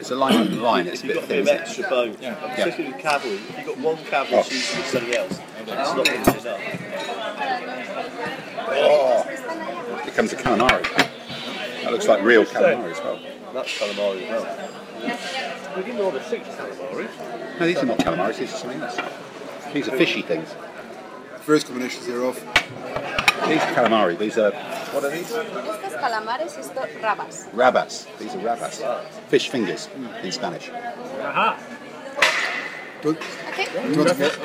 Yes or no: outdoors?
yes